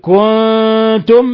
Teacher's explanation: كنتم نون ساكن جاء بعدها التاء الحكم التجويدي إخفاء حقيقي